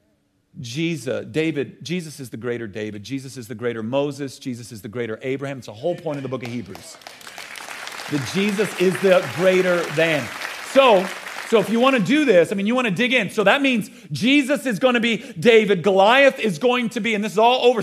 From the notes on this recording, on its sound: at the Code Orange Revival Conference at Elevation Church